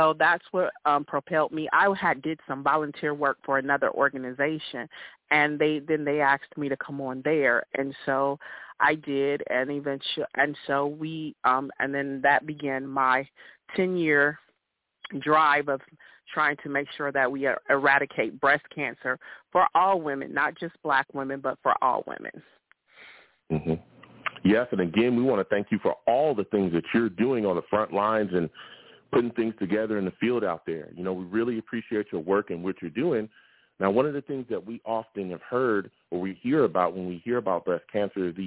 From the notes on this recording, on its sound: I also take live callers!